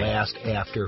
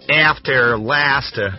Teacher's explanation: Real flat A. Especially in upstate New York, northern New York State, they use the flat A.